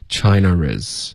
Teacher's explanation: 就在这种两个单元音连起来的时候英式口音就会添加一个 R